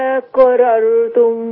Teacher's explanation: تسهيل الهمزة إبدال الهمزة الثانية ألف مع المد بالإشباع